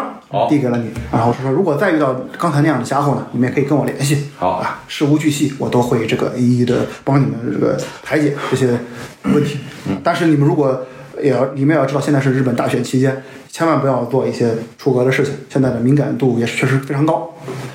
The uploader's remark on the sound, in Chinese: 因为这次跑团时录制的设备并不专业，再加上环境和大家散座的位置，音质会比较差，调试之后改善不大，敬请大家谅解。